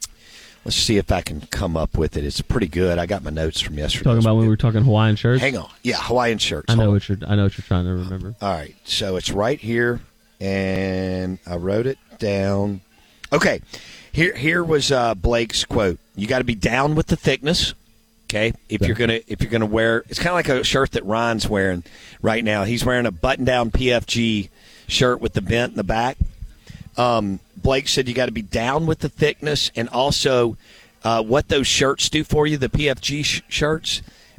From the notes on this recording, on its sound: live from the mobile BankPlus Studio at the Golden Moon Casino